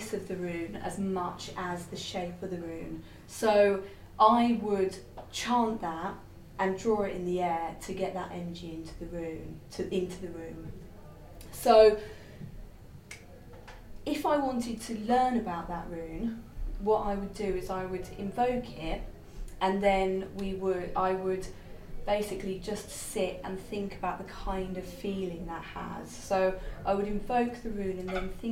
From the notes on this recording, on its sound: This is an excerpt of a recording of a talk “The Runes” at the Faversham Speakers Moot. At The Limes Pub in Faversham.